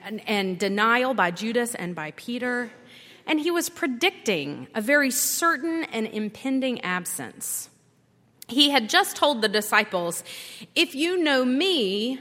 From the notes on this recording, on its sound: At Highland Baptist Church.